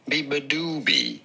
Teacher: You do want to stress on the third syllable, the do syllable.